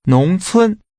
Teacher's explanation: Using a rising and a high level tone, say countryside.